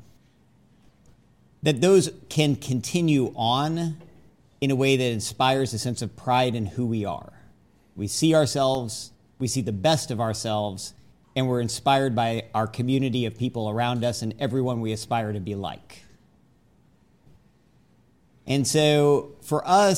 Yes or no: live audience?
yes